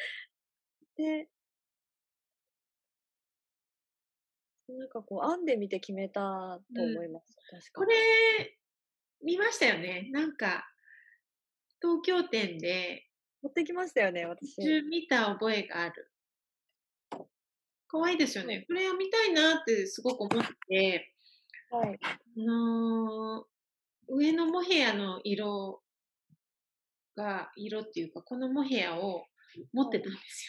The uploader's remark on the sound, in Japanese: 初のリモート録音でお聞き苦しいところもあるかと思いますが